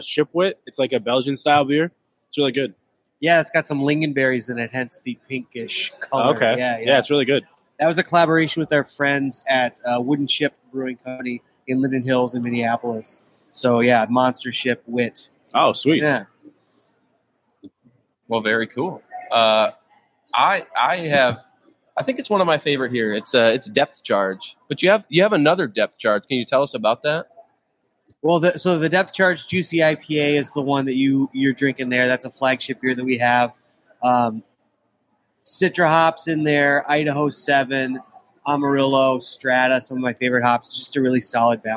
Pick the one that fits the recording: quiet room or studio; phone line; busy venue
busy venue